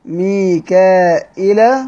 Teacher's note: وقرأ هكذا بزيادة همزة بعد الألف